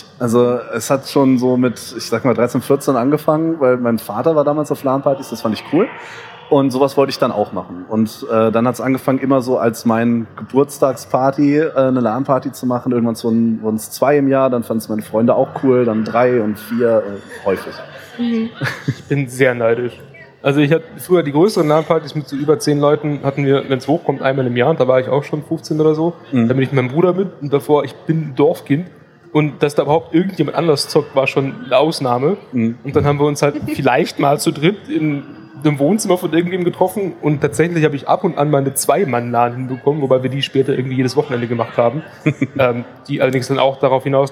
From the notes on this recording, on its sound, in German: live von der CAGGTUS in Leipzig